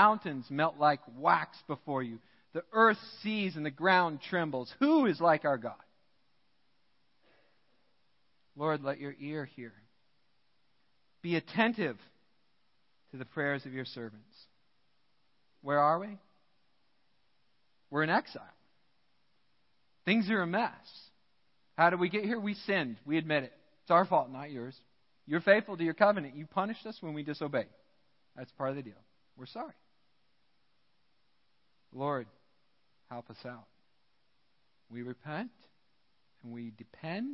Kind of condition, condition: setting, large echoing room